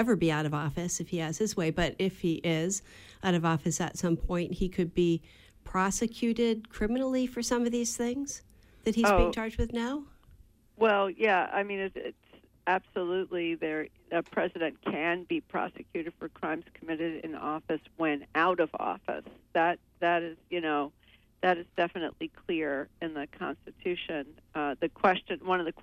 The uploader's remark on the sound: Call in show